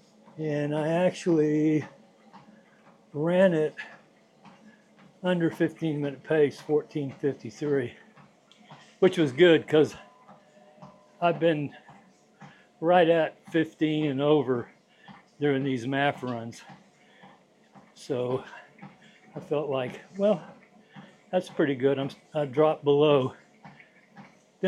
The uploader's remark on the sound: I recorded this podcast while I was on my treadmill. Recorded on a dji Mic2.